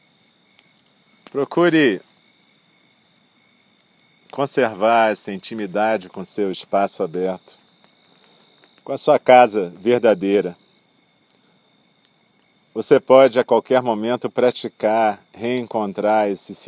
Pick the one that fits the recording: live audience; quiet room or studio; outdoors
outdoors